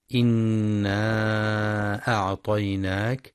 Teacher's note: وللمد المنفصل إنا أعطيناك، حيث يمد 4 أو 5 حركات، كما يراعى ترقيق الهمزة في أعطيناك.